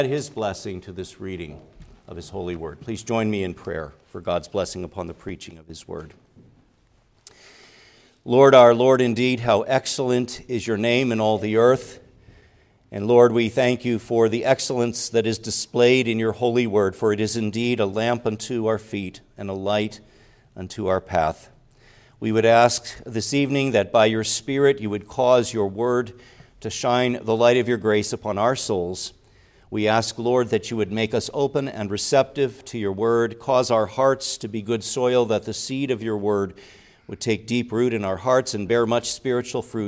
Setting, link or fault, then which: setting, large echoing room